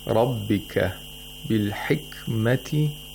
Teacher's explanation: The ra has tafkhim because of the fatha. It should be pronounced with velarization.